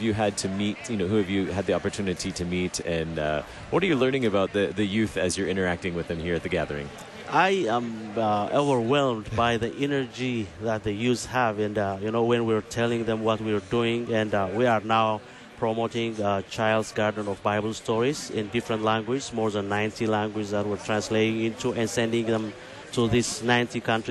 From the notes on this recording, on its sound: Live from the LCMS National Youth Gathering